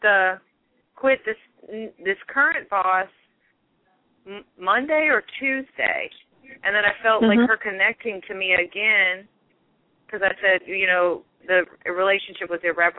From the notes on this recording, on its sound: Takes your calls for healing live today!